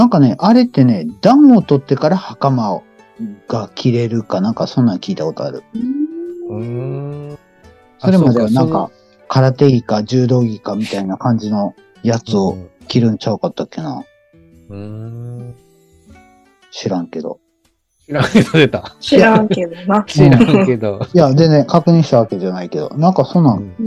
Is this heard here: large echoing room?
no